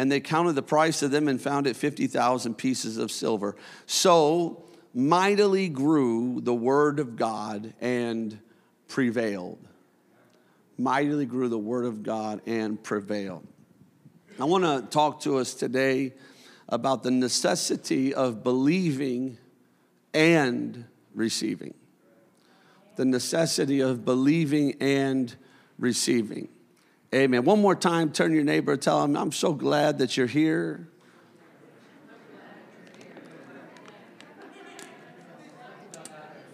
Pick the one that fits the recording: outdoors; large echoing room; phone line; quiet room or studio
large echoing room